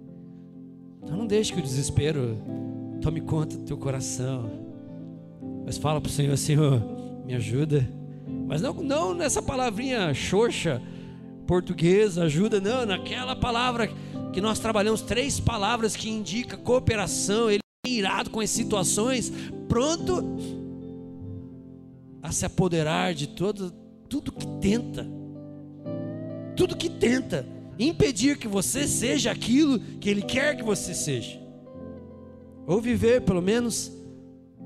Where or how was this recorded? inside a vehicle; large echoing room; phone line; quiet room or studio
large echoing room